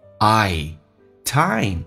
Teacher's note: I 这个发音稍微饱满一点，先发 A,再发 E.